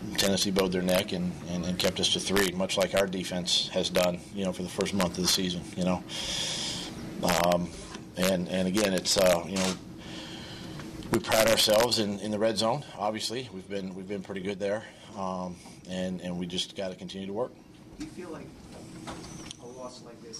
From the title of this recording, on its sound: Press Conference